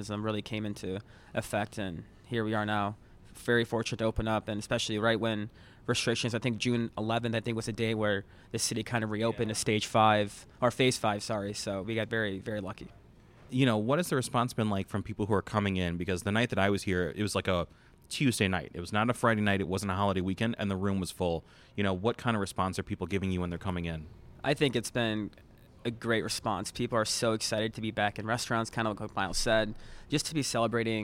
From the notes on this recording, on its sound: Upscale Italian restaurant Adalina in Chicago's Gold Coast. In an interview recorded at the restaurant.